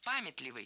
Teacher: Пометливый – это неверно, правильно, памятливый. Ударение в этом слове ставим на первый слог.